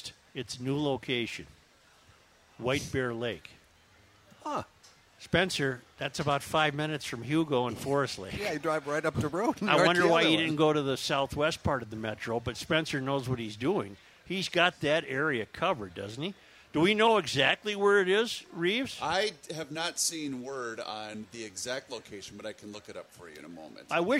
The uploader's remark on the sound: Day 3 from the MN State Fair!!